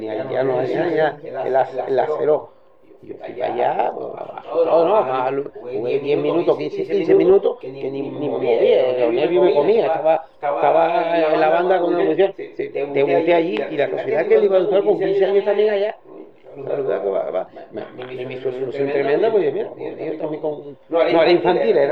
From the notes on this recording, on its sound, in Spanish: Tuvimos problemas técnicos con el audio, y hemos sacado la máxima calidad posible, disculpen las molestias